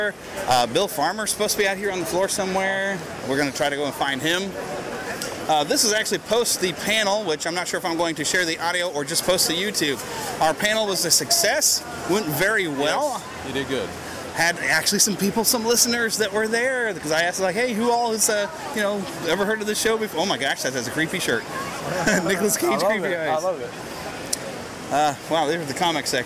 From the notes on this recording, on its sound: We are live from Planet Comicon 2016 in Kansas City! Had a fantastic Q and A panel and we have the audio for you.